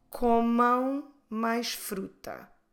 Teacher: but this time we say comam and we close our lips in the end. Very different from falem, the mouth remains open.